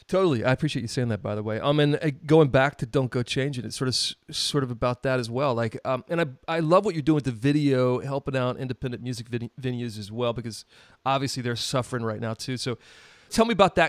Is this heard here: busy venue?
no